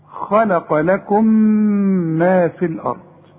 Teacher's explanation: التقت ميم ساكنة بميم متحركة فبندغم هنا، ولازم نغن بمقدار حركتين · Term: الادغام